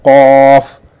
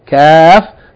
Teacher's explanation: Note the difference between the letter qaf and the letter kaf. Both of them are from the back of the tongue, but qaf is a little bit further back, just before the throat.